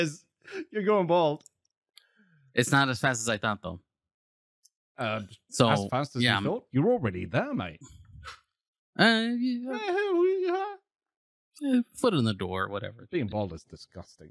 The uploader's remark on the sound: Audio comes in at about the 4 minute mark.